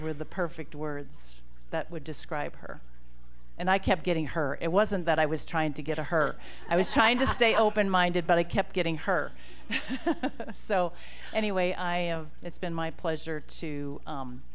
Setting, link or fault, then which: setting, live audience